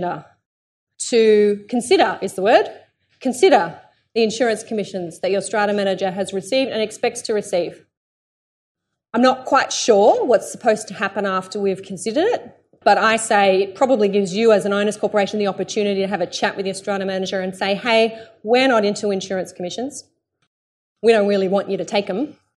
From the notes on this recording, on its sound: Here is part 2 of my presentation delivered to a sold-out audience of 160+ strata owners.